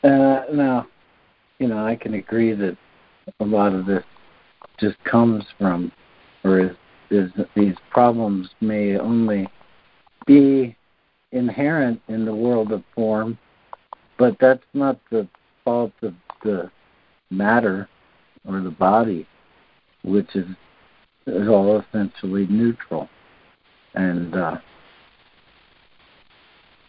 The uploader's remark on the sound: ACIM Daily Conference Call